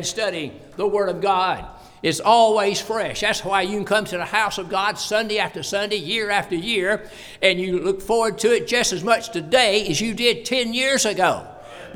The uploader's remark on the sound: preached at the constitution service for Blooming Grove Primitive Baptist Church